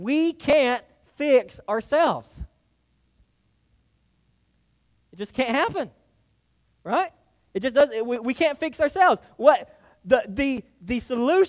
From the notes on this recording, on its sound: delivered to Hillside Baptist Church in Eastman, GA on 8/13/23